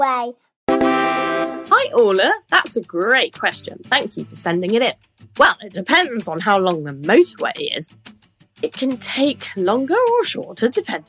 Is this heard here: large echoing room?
no